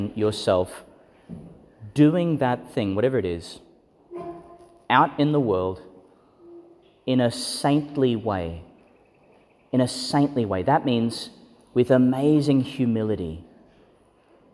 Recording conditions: large echoing room